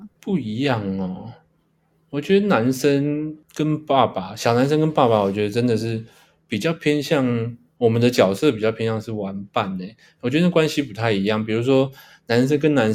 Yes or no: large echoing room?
no